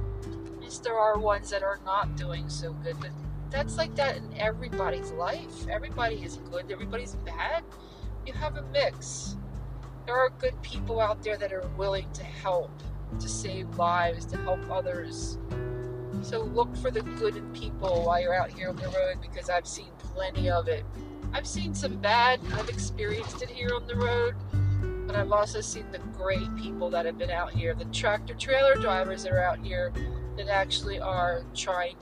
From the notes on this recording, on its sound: On the Road to Vegas! 2500 miles of who knows what to expect! Recording straight to the Anchor app! No studio this time but we are out of the studio!